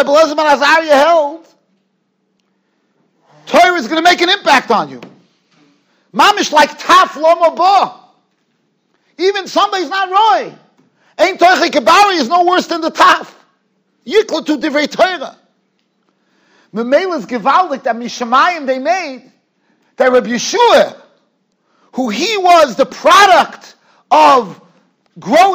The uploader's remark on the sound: Shiur recorded in Yeshivas Ohr Reuven, Monsey, NY.